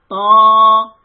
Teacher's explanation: Now this is heavy sound, تَا، back of the tongue goes up